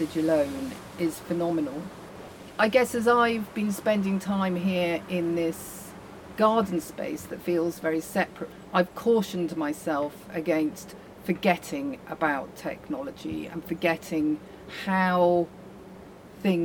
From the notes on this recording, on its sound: Recorded recently, outside at the Bethnal Green Nature Reserve Trust, overlooking the Phytology Medicine Garden.